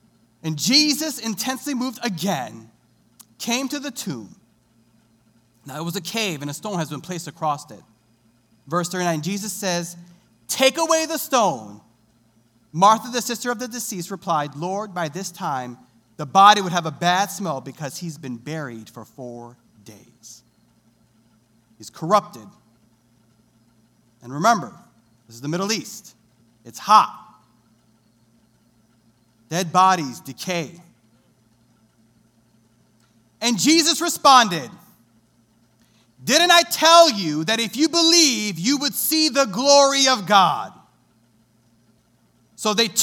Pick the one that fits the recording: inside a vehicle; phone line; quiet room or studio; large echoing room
large echoing room